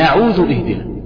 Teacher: مهم جدا ان احنا ننتبه على الترقيق في الهمزة. الهمزة عندنا مرققة قولا واحدا · Term: ترقيق الهمزة